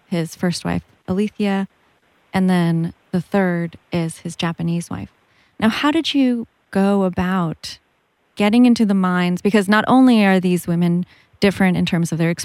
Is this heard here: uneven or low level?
no